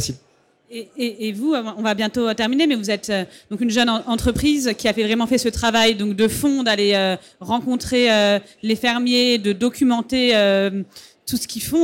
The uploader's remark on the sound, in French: sur la Scène Liquide Omnivore Food Festival 2021